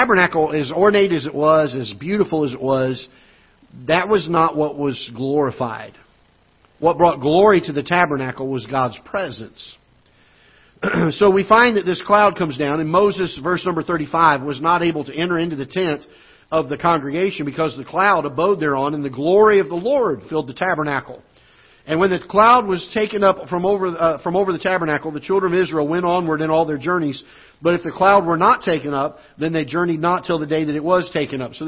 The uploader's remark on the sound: Ketha Heights Baptist Church ~ Live Broadcast